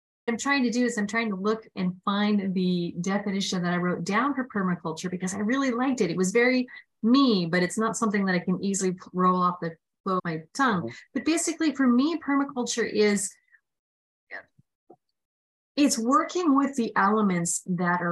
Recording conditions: video call